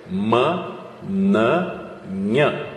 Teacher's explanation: Observe que no M os lábios se encontram, no M de Maria. · E no Nh, a gente sente o som mais posterior, lá atrás, lá no palato mole. · No N de nariz, a língua toca geralmente na região da papila, que está próxima dos dentes superiores.